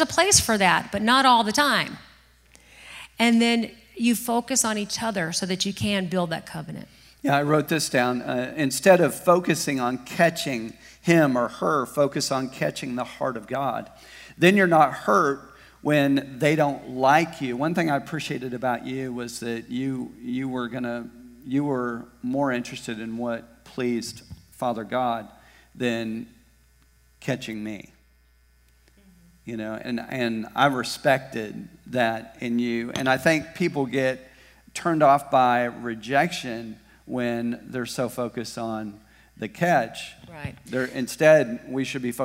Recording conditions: large echoing room